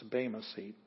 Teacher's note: Please note that if they wanted to represent the letter epsilon, they would use E, but for the letter eta, they use E with a line over the top. Looks like a long E, however, it's still pronounced A as in they.